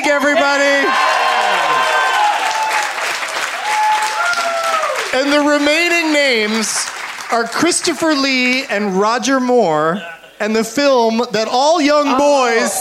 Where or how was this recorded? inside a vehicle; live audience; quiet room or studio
live audience